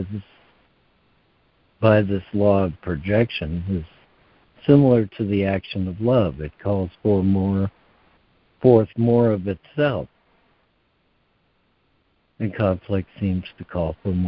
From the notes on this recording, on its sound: ACIM Daily Conference Call